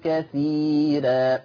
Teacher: الراء فيها مرققة نظرا لأن الراء مفتوحة ومسبوقة بياء